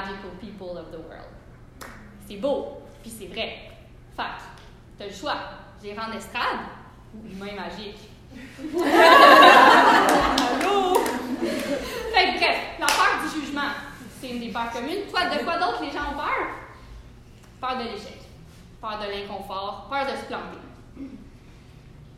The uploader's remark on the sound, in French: Une conférence offerte en 2019 lors de la tournée « Actually I can » en collaboration avec Arc’teryx, un événement alliant empowerment au féminin et aventures en plein air.